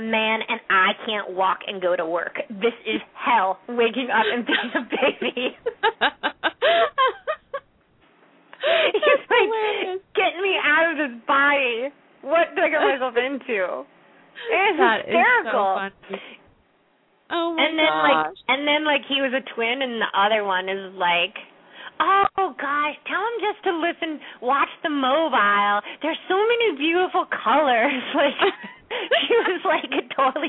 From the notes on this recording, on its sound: open up the lines for listeners to call